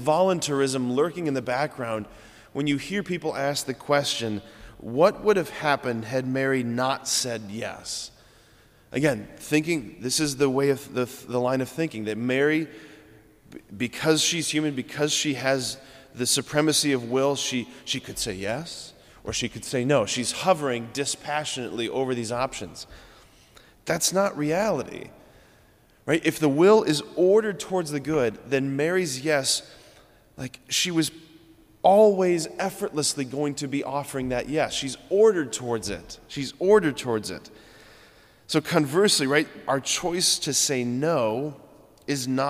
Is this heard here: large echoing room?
yes